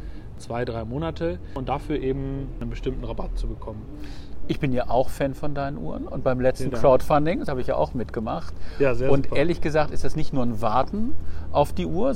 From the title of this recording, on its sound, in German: Auf einen Spaziergang